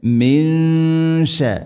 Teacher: സുക്കൂനുള്ള നൂനിന് ശേഷം ഷീൻ ഇഖ്ഫാ ബിഗുന്ന അവ്യക്തമാക്കി മണിക്കണം.